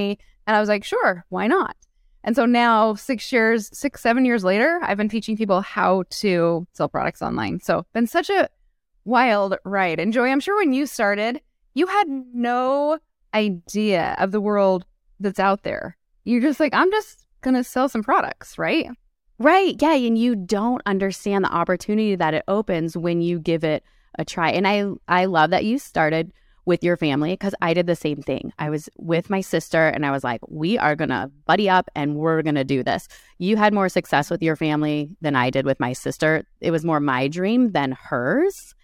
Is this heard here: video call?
no